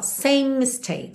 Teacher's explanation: Same termina o som no M, porque o E final não é pronunciado. Mistakes começa em M, então você mantém um M só.